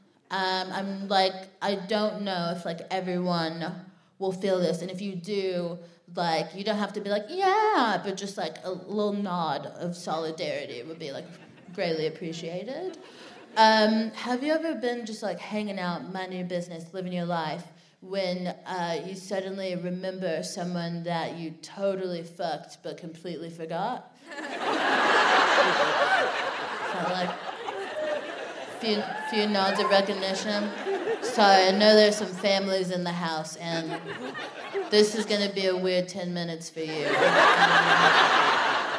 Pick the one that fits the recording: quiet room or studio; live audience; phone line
live audience